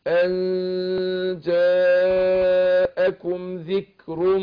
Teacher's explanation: خدت مقدار الغنة بتاعت النون حركتين